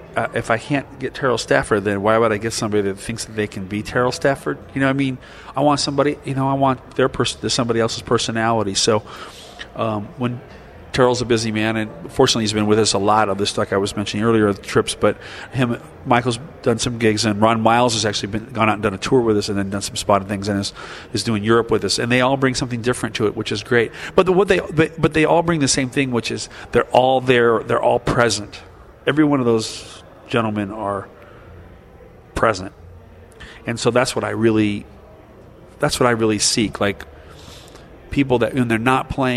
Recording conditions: busy venue